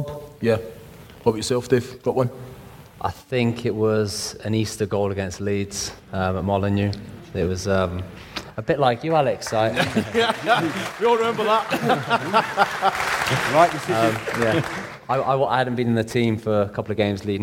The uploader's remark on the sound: take to the stage at Wolverhampton Grand Theatre for the Old Gold Club live show